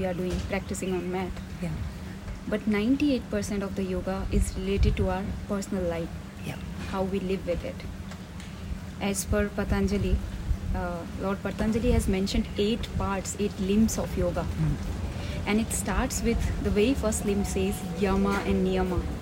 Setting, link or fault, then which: fault, sounds in the background